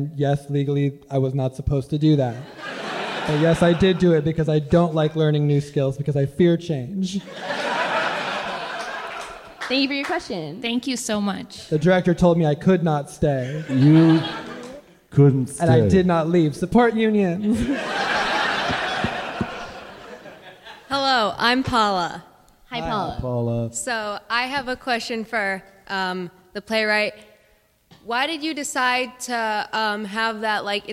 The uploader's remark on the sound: Live! from SF Sketchfest.